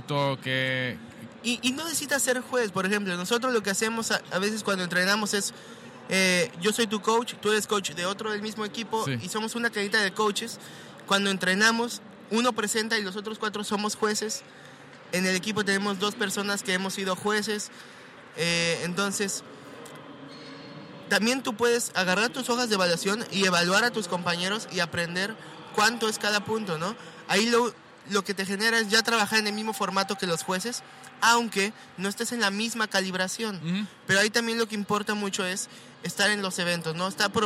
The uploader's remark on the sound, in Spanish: La entrevista fue grabada en el Coffee Expo en Boston.